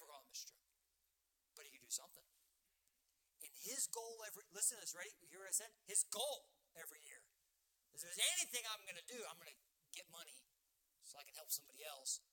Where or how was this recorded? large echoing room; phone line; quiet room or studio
large echoing room